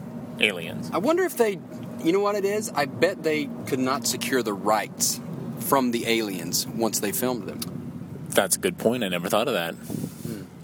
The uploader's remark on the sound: Do their first show while driving to the Johnson Space Center in Houston, TX.